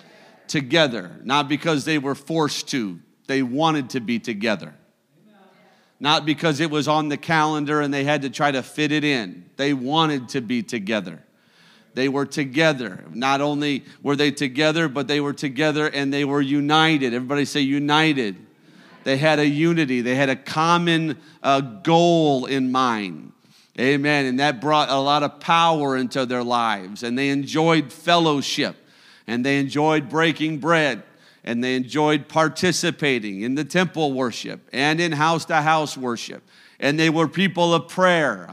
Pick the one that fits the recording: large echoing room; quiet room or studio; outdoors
large echoing room